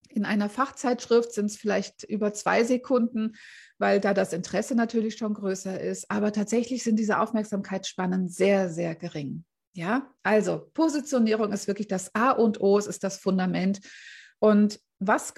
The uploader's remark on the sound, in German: Mitschnitt aus einem Live Q&A aus meiner Facebookgruppe "Business-Helden"